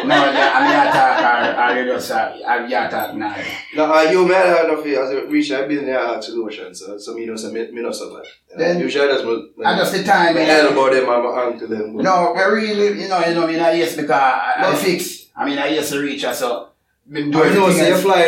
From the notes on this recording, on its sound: Apologies for the audio technical difficulties with the 1st 19mins.